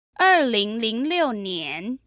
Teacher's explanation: So for example, let's do the year 2006, which is 2006年 The last character, 年, is a second tone and means year.